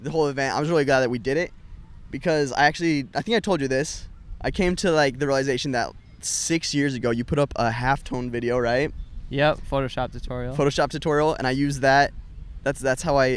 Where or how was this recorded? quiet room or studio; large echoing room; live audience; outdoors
outdoors